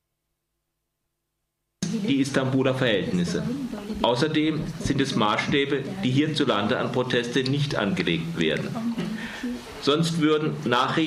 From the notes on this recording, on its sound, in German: In dem Kinoraum voller Publikum